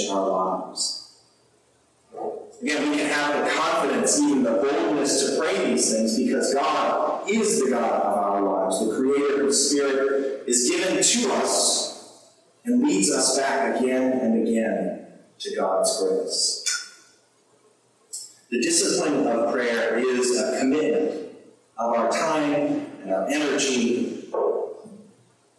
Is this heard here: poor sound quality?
yes